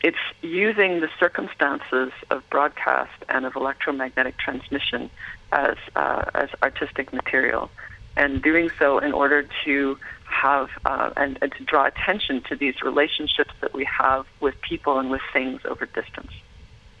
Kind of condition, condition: link, phone line